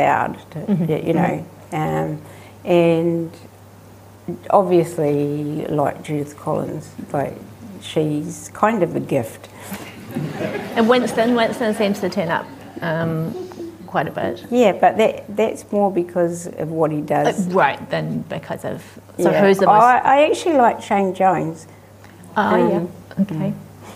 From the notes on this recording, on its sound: At the 2021 Marlborough Book Festival